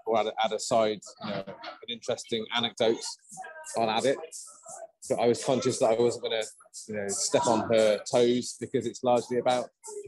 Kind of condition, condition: fault, background noise